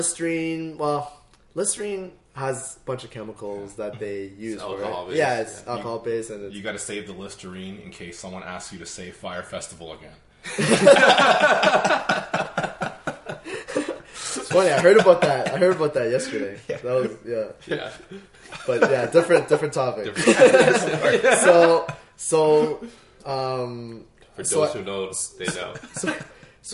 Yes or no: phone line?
no